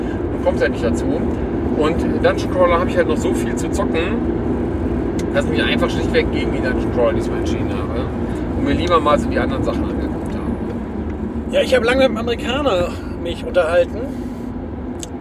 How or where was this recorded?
inside a vehicle